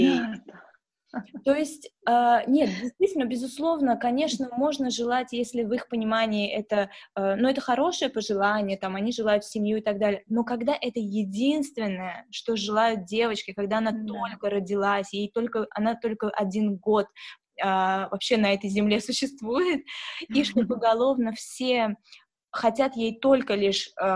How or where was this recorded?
video call